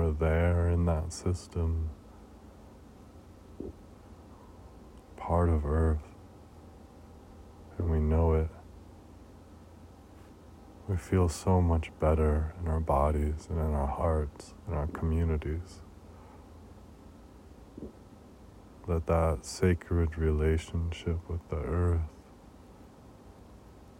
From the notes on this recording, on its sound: "van top prayer" outside Joshua Tree.